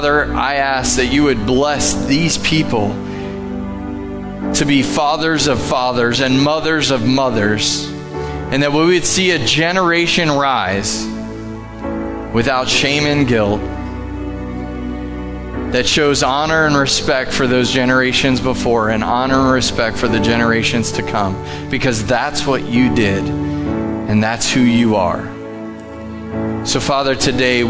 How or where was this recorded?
large echoing room